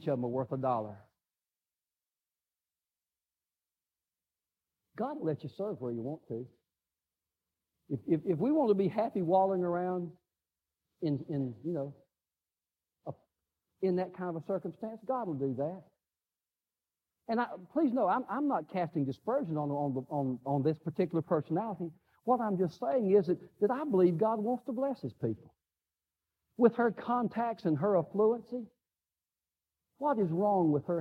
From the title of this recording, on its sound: live service